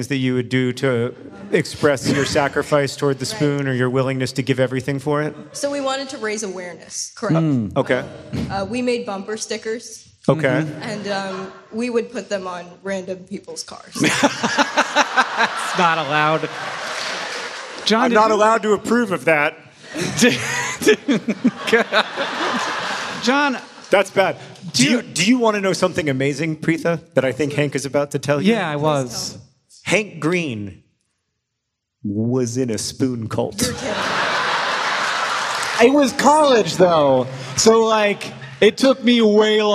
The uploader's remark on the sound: Live in Raleigh, NC!